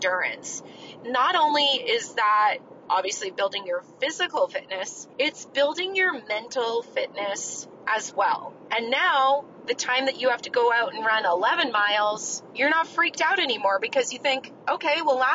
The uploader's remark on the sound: This week’s episode was recorded during a long car ride, that helped inspire this episode’s message. If you can't tell, I am not in my regular home studio. I am actually driving in my car across Nevada.